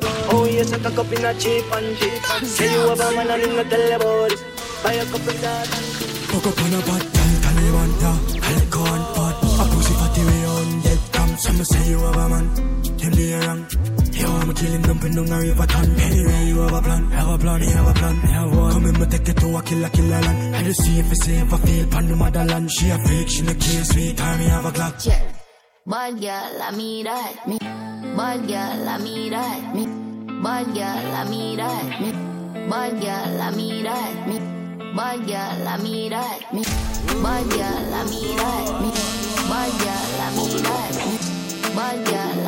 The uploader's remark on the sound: Live Audio for the 2nd staging of the Soca Camp pop up and final fete of 2022!